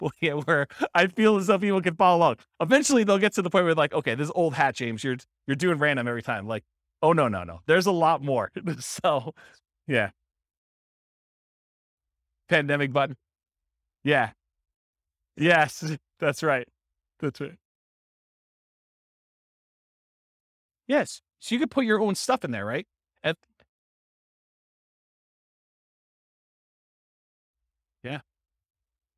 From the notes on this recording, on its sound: This was a live class recorded